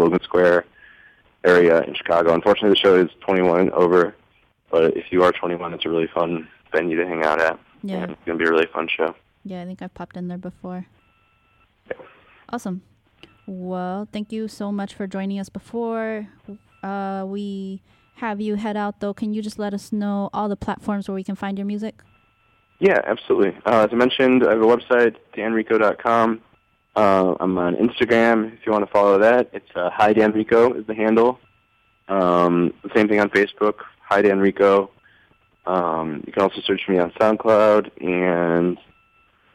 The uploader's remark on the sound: phoned in to Radio One Chicago